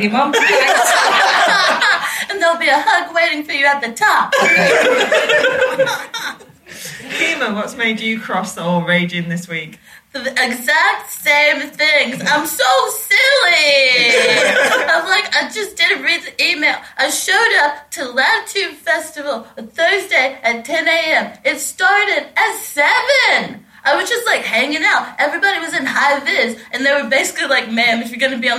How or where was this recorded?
live audience